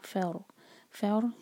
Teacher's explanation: یہاں پر ہے فار، فا کو را سے جوڑیں گے، فا کی بعد جو الف ہے یہ ہے حمزۃ الوصل، تو اس کو پروناؤنس نہیں کیا جائے گا. اور را پر سکون ہے اور اس سے پہلے فتحہ ہے، تو یہ را ہمارا ہیوی ہونا چاہیے